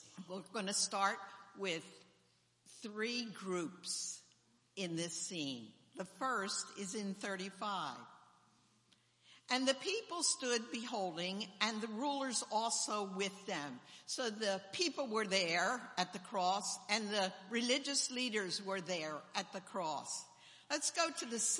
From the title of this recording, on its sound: Sunday Morning Service